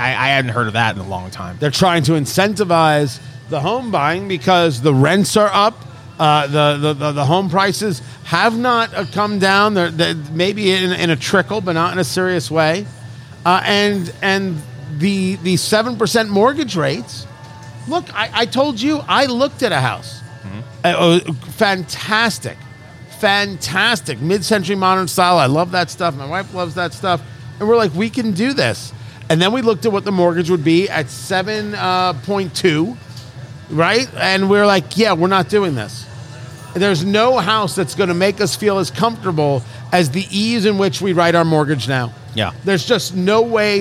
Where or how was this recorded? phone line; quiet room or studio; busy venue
busy venue